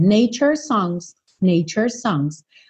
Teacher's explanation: Você não precisa mostrar que você sabe que é nature's songs, porque não dá tempo de fazer esses dois S's